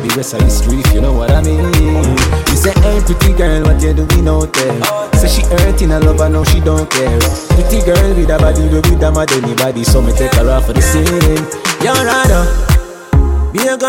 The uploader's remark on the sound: Live Juggling From 333 Lounge